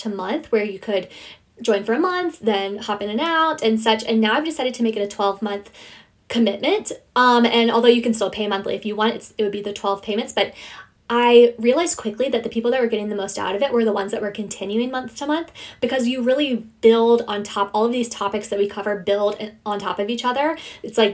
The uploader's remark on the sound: sharing my Instagram live